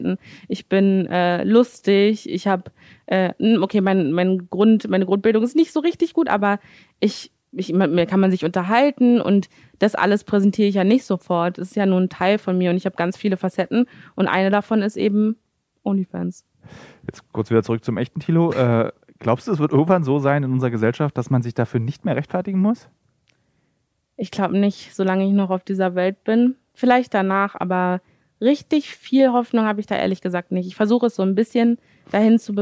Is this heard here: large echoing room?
no